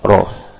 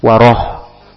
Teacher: huruf ra, huruf yang tebal. Dan semua huruf yang tebal dibaca berbunyi dengan vokal o.